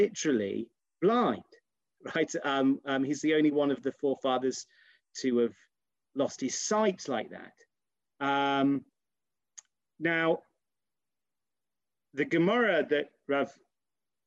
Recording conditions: video call